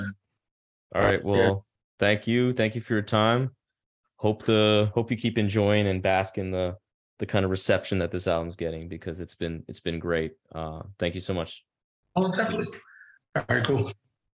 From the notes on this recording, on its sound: Internet connection was choppy, so excuse the questionable audio quality.